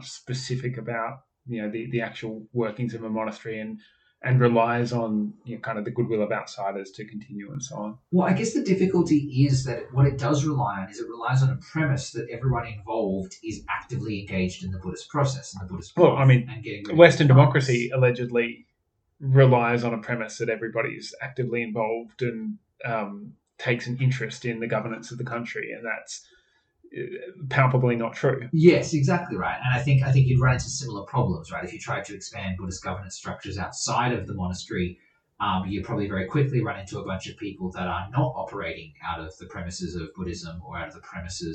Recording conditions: poor sound quality